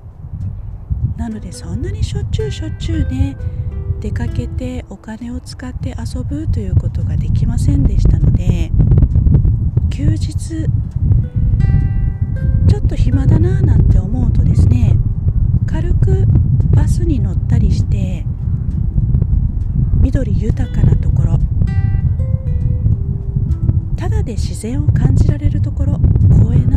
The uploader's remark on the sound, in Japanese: 体を慣らすために近所をお散歩しています。どうせただ歩くならと外で録音してみました。